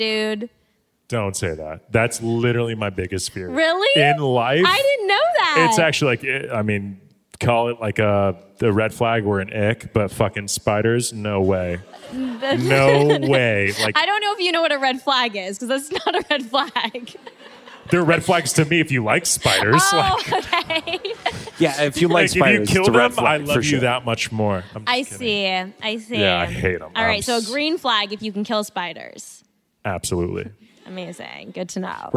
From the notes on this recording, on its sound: Live from the #SCADTVFest in Atlanta. In front of a live audience. Thanks to a few hilarious questions from the audience.